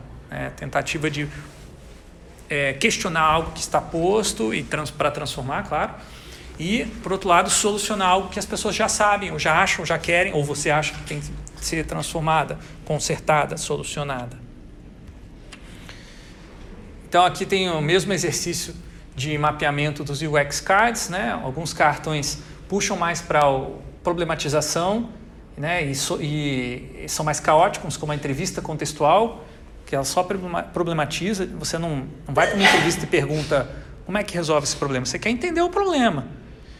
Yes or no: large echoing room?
yes